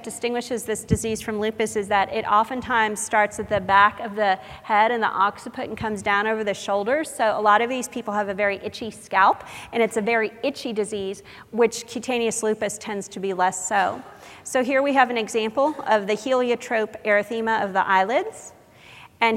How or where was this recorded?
large echoing room